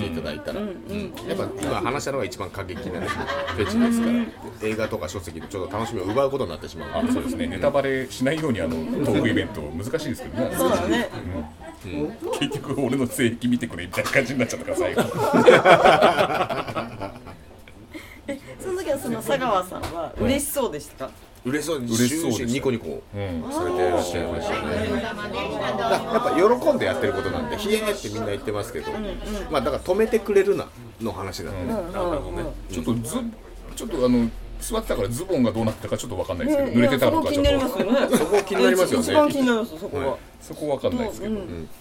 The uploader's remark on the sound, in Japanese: 今回は東京都八王子の居酒屋「暫」さんで出張収録を行いました。